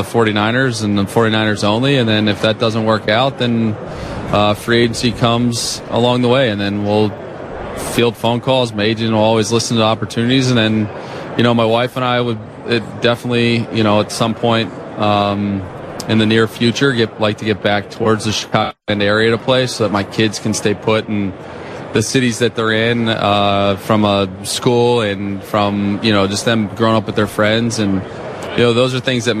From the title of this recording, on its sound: Live From Radio Row Day 4